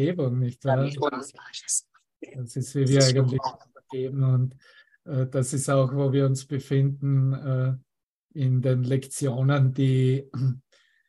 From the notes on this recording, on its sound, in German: Zoom-Session. Veranstaltet von der Aleph Akademie.